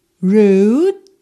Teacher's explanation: Percebe que o E final é totalmente mudo e o D você também não ouve porque você põe a língua no céu da boca. Rude. E já encerra.